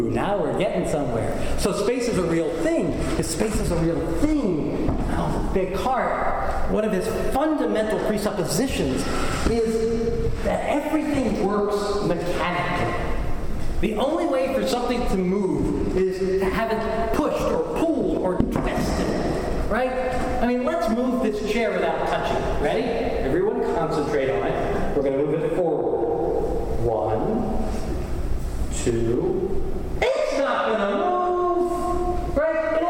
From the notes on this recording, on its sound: Recording of a lecture. As part of the Graduate Institute Summer Lecture Series.